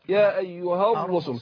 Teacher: اسقطت الهمزه وادغمت اللام في الراء وفخمت الراء